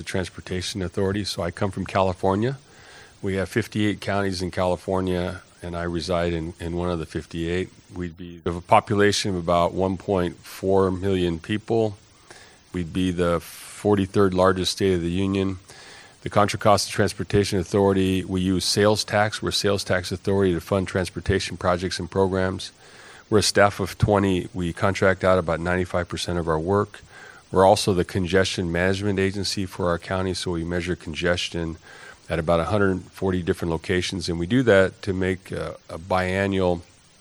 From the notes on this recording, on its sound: PTV Panel debate Singapore. This is a recording of an excellent PTV-led debate. The panel debate took place at the ITS World Congress in Singapore. It started with a presentation about PTV Optima before a debate.